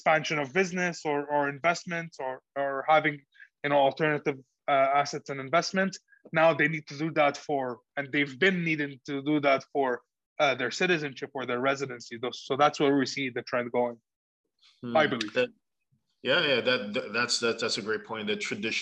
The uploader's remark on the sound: Zoom links will be provided 24 hours in advance via an Eventbrite message. For those joining us on Zoom.